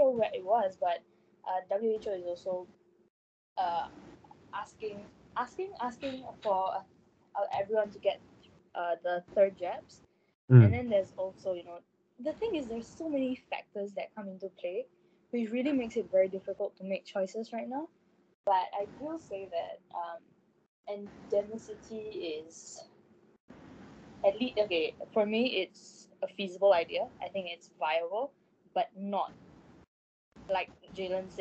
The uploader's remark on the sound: NOTE: We apologise for all the audio issues in this episode. We are recording this episode remotely due to COVID-19.